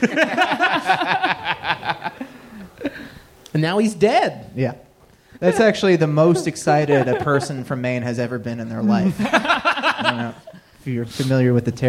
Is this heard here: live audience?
yes